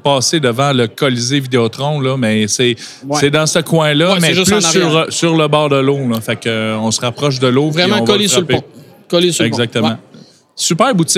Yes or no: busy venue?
yes